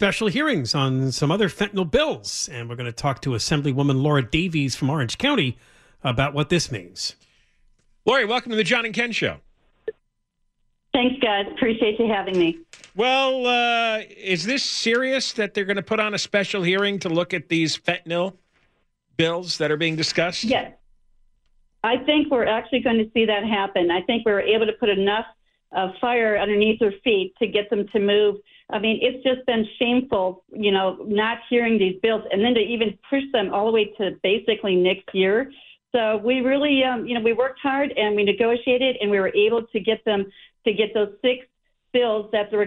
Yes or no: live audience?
no